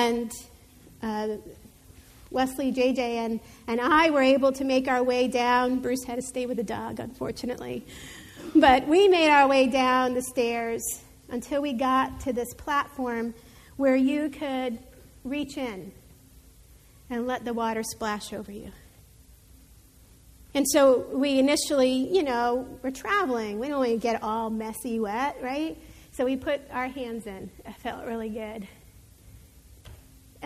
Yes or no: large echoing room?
yes